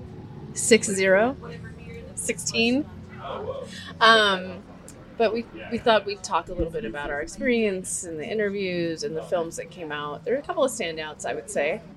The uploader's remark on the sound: We're on location at a place that's very near and dear to our hearts, the Reno Public House. We're In Reno! We're on location at a place that's very near and dear to our hearts, the Reno Public House.